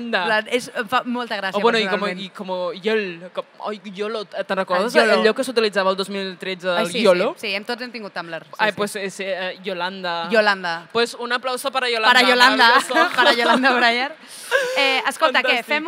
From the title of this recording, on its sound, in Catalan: en directe des del MangaBCN 2024